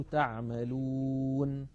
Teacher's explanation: مثلا لما نقف على المدود العارضة للسكون تعملون، لما نقف عليها فإن النون المفتوحة تسكن فتصير تعملون